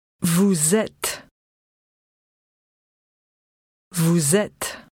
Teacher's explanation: Did you notice the z sound? This sound links the words vous and et